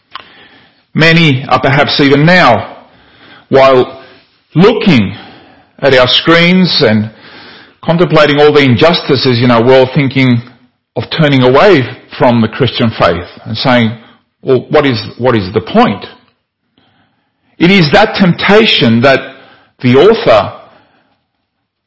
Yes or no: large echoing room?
yes